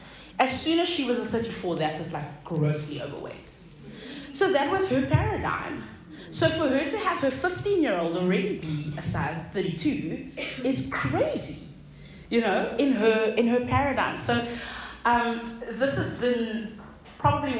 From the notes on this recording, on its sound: delivered at a local women’s event called Tribe Meet Up